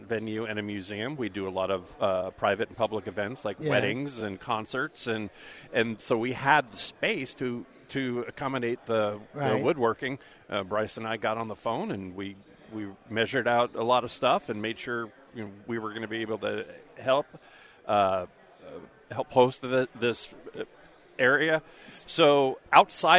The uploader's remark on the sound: Live from Woodworking Show.